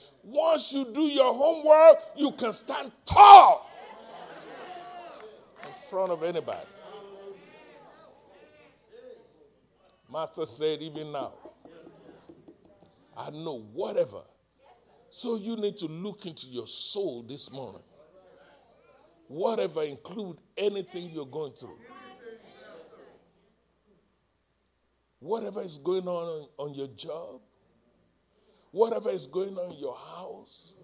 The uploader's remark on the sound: live-recording